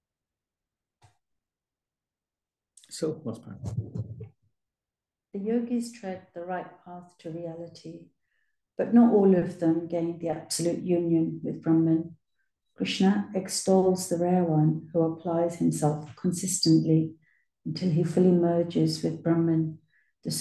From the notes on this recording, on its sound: Class given virtually on the 14th of January 2024. A live recording of a Bhagavad Gita class given virtually.